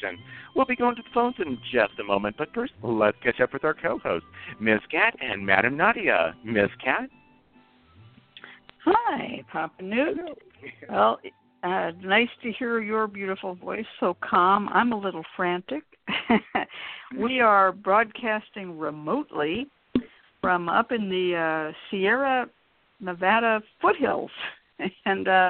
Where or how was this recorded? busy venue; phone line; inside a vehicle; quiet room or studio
phone line